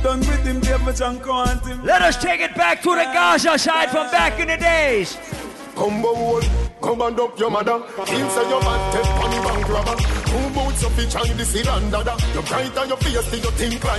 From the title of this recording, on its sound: LIVE AT ISLAND SATURDAYS ON OCTOBER 19TH